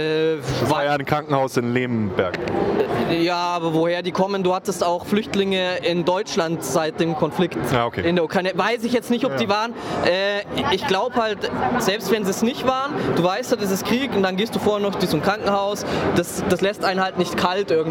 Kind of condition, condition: setting, busy venue